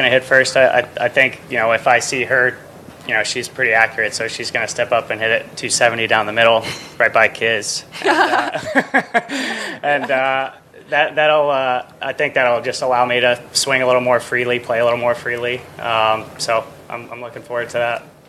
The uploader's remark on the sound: Team Interviews "LIVE" from Naples, FL at The QBE SHOOTOUT